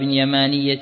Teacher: 3 أثواب يمانية بتخفيف الياء نسبة إلى اليمن، والألف عوض عن الياء الثانية، ولذا خففت.